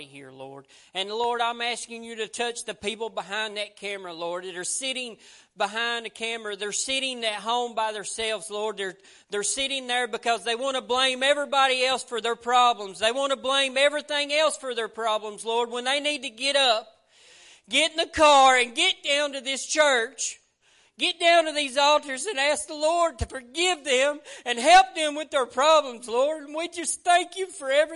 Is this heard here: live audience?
yes